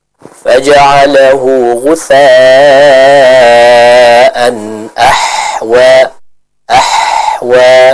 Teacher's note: Yang tepat kita membacanya dengan huruf ha yang lembut, yang mana ha ini dibaca dari tenggorokan atau dikeluarkan dari tenggorokan bagian tengah